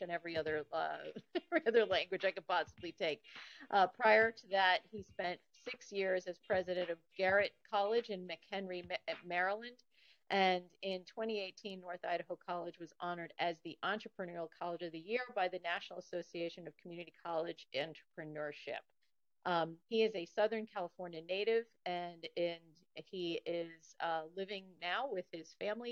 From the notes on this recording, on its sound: This episode had some challenging connectivity. Thank you for your grace with the audio quality.